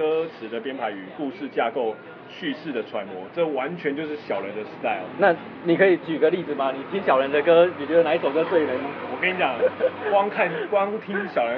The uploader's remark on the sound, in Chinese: 錄音地點：台南 牽咖啡 Chen Coffee